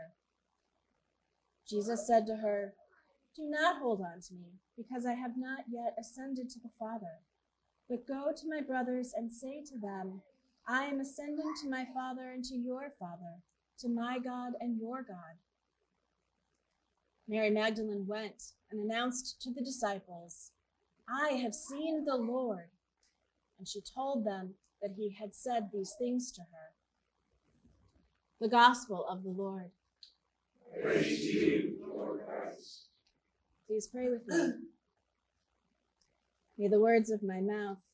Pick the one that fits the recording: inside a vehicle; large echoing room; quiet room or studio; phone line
large echoing room